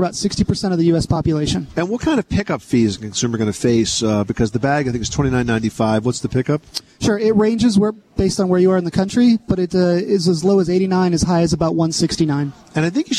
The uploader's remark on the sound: We are coming to you today from the 2013 National Hardware Show in Las Vegas